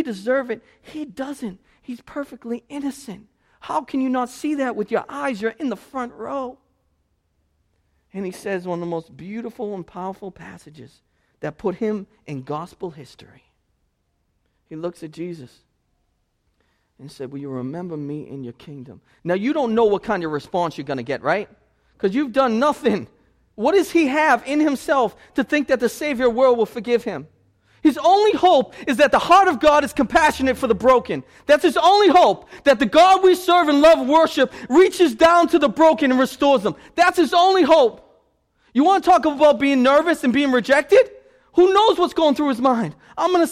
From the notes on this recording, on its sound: This sermon was preached at Restoration Road Church on November 6, 2016.